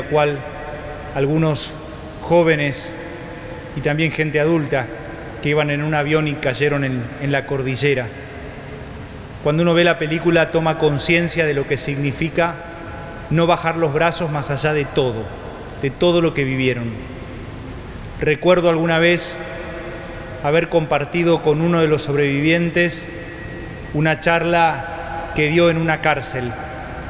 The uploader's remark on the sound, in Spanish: Santa Misa celebrada en la capilla de Nuestra Señora de los Dolores en la catedral metropolitana de Buenos Aires, Argentina.